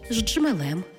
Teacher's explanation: Коли поєднується свистячий з шиплячим джи, утворюється ж-джи